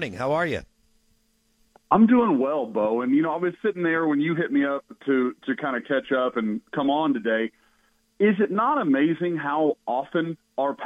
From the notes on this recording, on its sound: joins the show on the Farm Bureau guest line